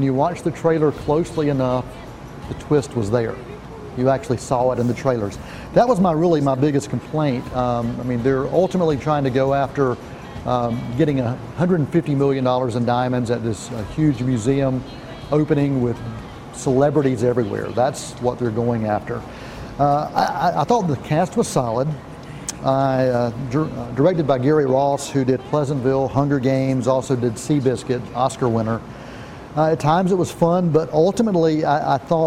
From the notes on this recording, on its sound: we’re on location at the AMC Classic 10 Cinemas in Shelby, NC